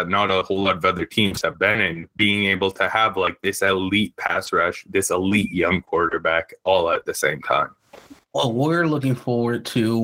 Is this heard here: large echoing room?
no